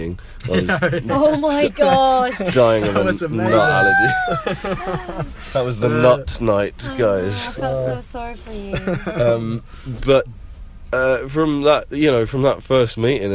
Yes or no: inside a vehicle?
yes